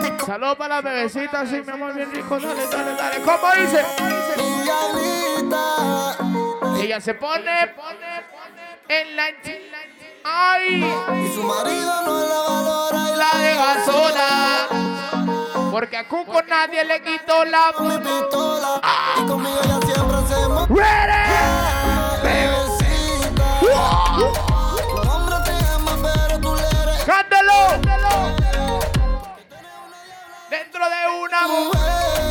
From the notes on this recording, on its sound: LIVE AT CARTAGO BAR NEW YORK.